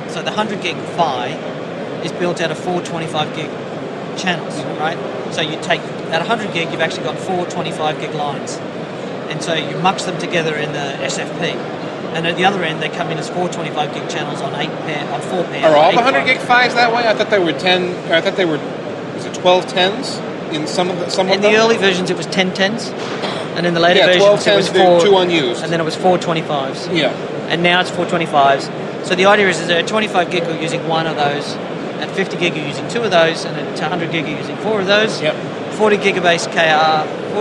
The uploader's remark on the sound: While Packet Pushers were covering the Barcelona HP Discover conference and we got together with some of the folks attending the event on the show floor.